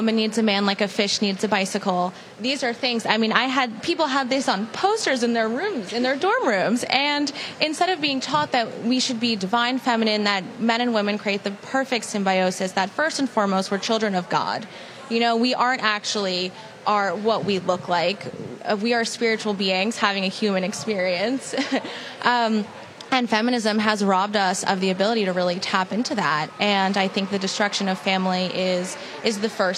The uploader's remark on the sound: Live From Young Women's Leadership Conference Day 2